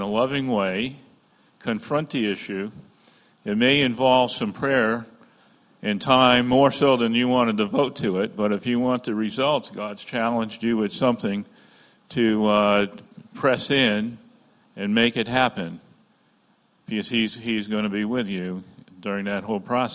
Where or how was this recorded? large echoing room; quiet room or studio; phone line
large echoing room